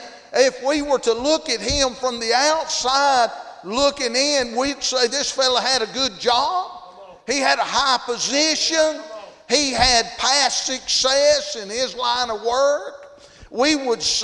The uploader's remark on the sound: Thursday Evening service at Calvary Baptist